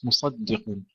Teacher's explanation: ننتبه إلى ترقيق الدال وقد وقعت بين الصاد والقاف مفخمين